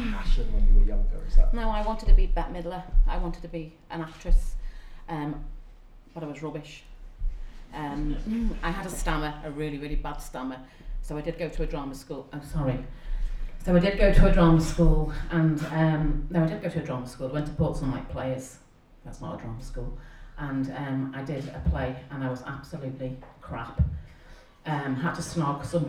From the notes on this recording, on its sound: The Proper Mental Live Show was recorded in front of an audience. To chat to on stage!